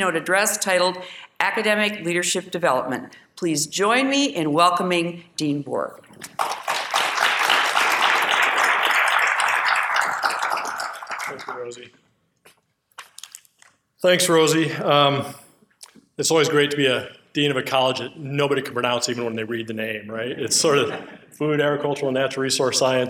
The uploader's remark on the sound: This episode is a recording of the University of Minnesota panel discussion.